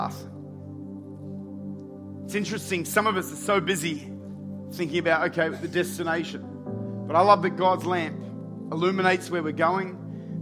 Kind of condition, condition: setting, large echoing room